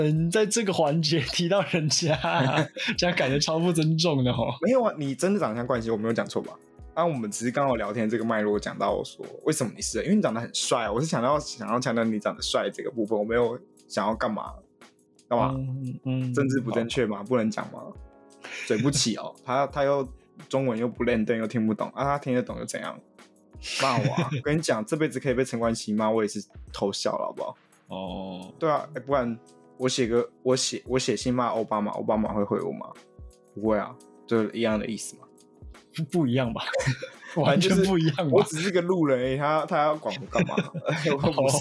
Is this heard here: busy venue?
no